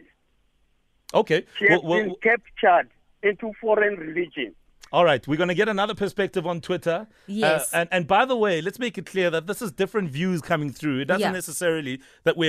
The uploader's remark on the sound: PHONE INTERVIEW